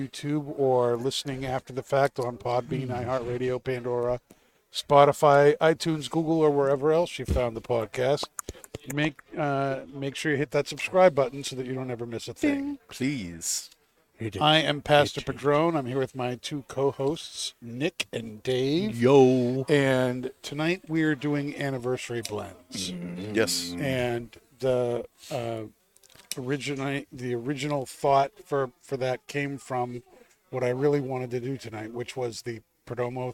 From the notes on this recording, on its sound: Recorded live from the 7-20-4 Lounge!